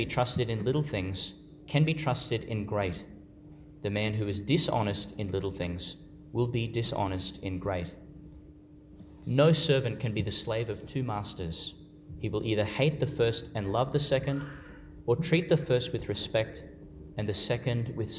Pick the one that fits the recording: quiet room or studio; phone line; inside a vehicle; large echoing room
large echoing room